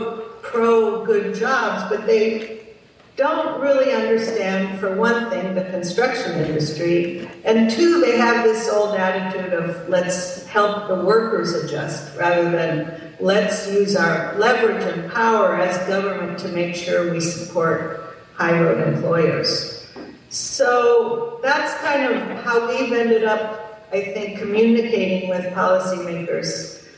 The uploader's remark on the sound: a captivating panel discussion from the 2022 Oregon AFL-CIO convention